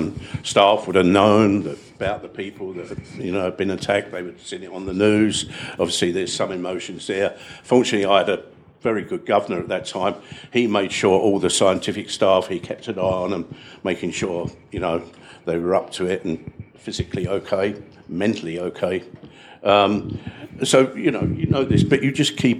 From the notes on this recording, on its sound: In this gripping episode recorded live at CrimeCon UK in London.